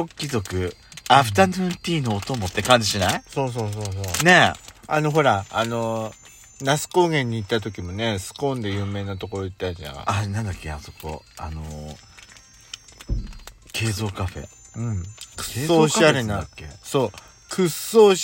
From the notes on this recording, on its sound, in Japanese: パーキング収録。咀嚼音はご容赦ください。